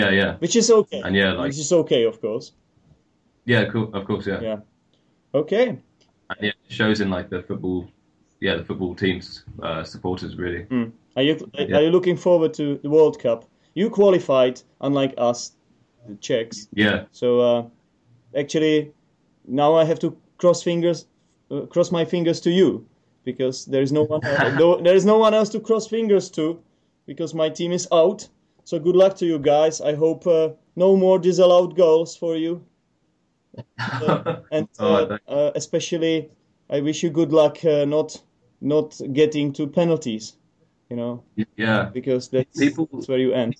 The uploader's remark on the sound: For this jubilee episode I decided to skypecall my mate